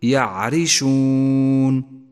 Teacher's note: فإن الراء مكسورة وليست مضمومة، فقل يعرشون ولا تقل يعرشون.